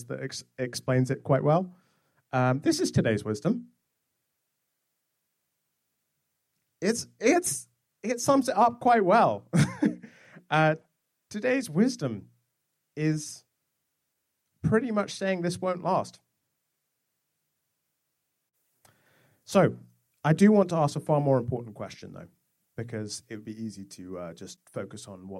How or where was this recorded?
large echoing room